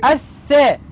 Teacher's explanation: لام شمسية، مدغمة في الثاء المفتوحة